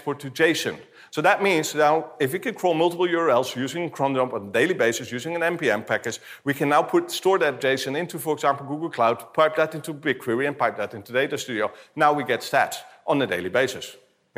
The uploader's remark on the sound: talk from September’s BrightonSEO conference